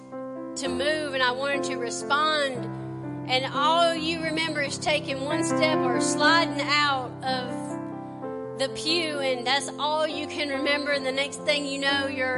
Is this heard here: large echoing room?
yes